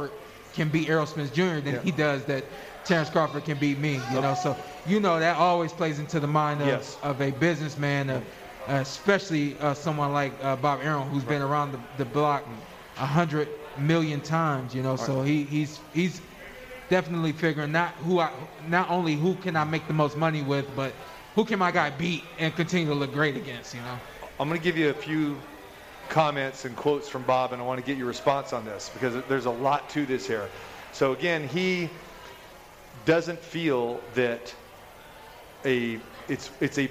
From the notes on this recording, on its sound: Live From The Cosmopolitan.